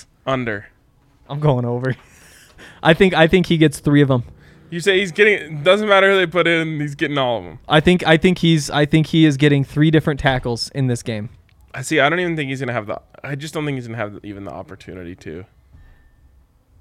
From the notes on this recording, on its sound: Come to you LIVE from the DNVR Bar.